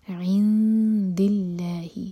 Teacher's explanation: عند اللہ، M T نون کے بعد دال، تو دال کے لیے اخفا، دال کے لیے زبان تیار کریں گے اور نون کی آواز کو چھپائیں گے. عند اللہ، لام جلالہ لائٹ، کیونکہ اللہ تعالیٰ کے نام سے پہلے جو ورڈ ہے اس کے لاسٹ لیٹر پر ہے کسرہ.